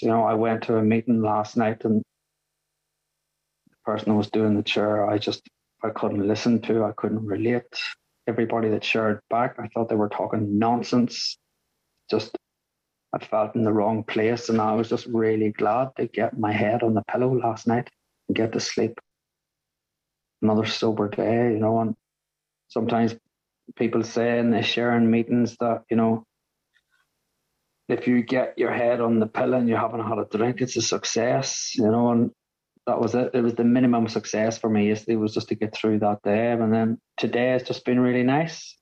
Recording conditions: video call